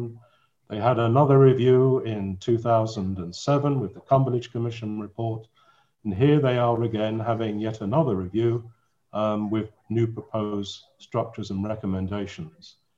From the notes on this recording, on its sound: Safeguarding - Virtual Press Conference. A press conference that took place virtually.